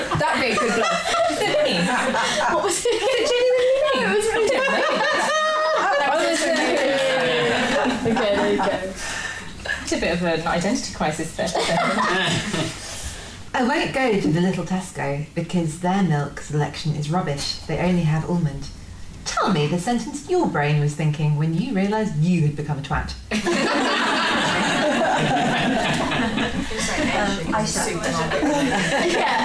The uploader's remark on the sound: Recorded at a special live event in front of an audience at Waterstones Gower Street. Produced by Pineapple Audio Production.